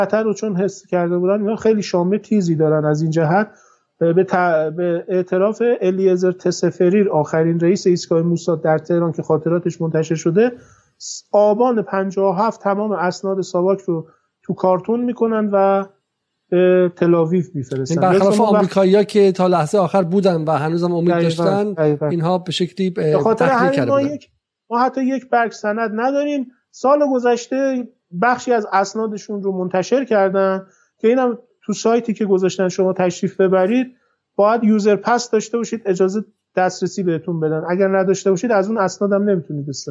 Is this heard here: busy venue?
no